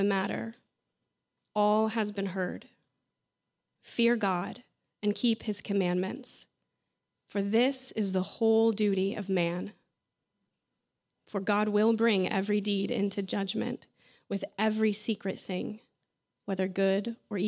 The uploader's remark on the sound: audio from New City Church in Champaign-Urbana, IL